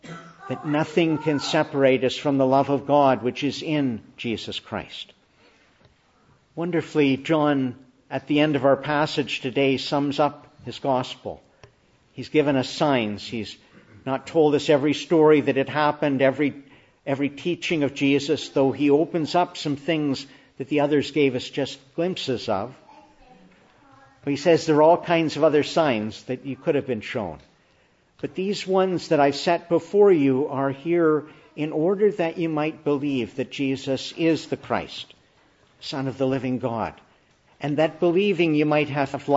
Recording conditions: large echoing room